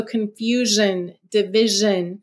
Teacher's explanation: most of us don't even realize that zh, that voiced sound, is a sound in English, but it's spelled with an S-I.